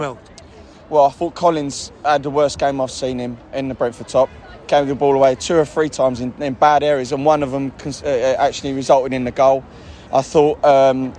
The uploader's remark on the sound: post-match podcast from the stands